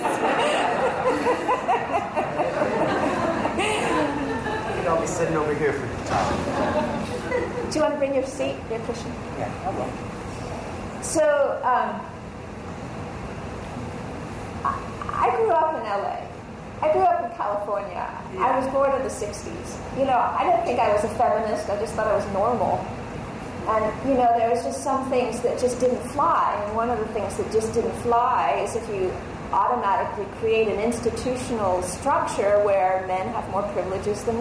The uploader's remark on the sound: Audio Recording from talk at Dharma Punx, LA. Audio Recording from talk at Dharma Punx, LA.